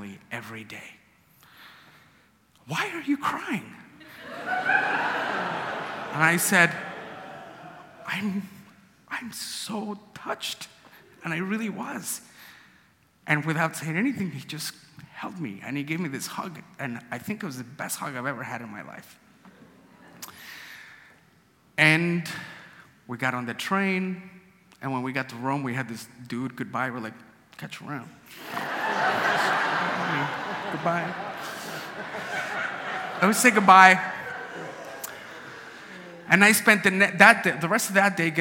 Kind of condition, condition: setting, live audience